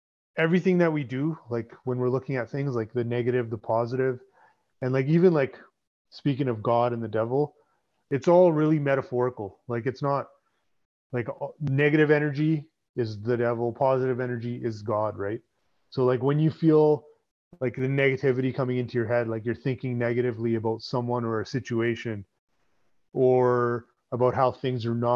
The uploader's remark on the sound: catch up over zoom